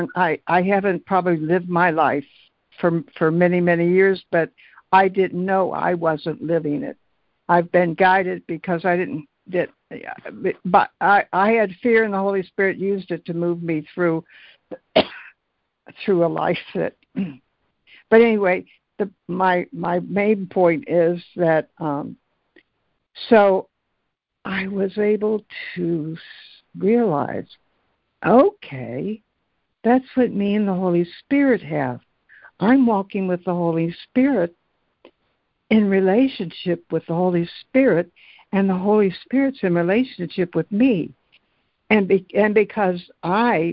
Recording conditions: phone line